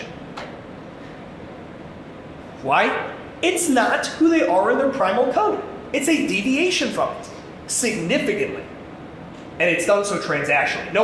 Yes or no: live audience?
yes